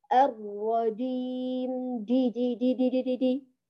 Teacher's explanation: نتيجة لإشراك مخرج الجيم مع مخرج الدال، فخرج صوت بين